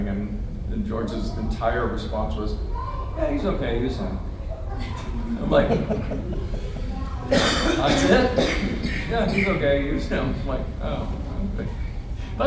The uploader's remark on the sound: Panel Gulf Coast Fan Fest 2018